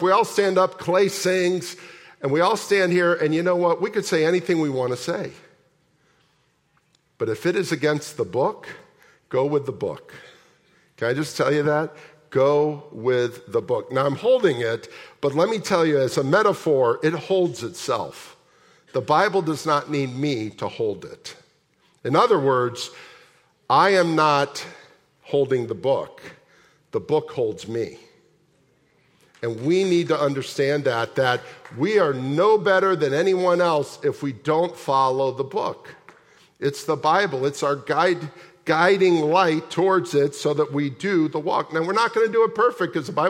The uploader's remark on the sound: at the January 14, 2024 Sunday morning services of Boca Raton Community Church in Boca Raton, Florida